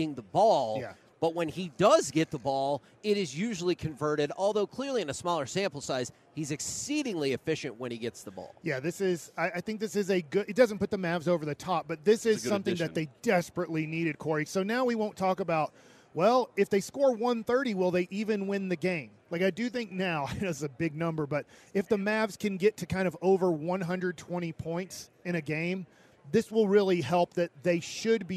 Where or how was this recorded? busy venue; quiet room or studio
busy venue